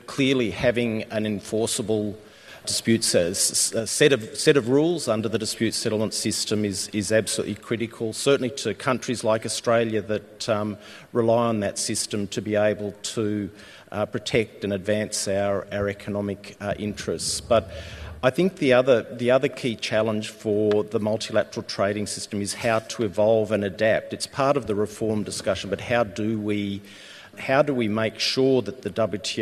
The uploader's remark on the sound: At the Sixth Hongqiao International Economic Forum, we host a panel